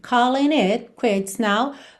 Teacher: Aqui ligou calling it pelo N.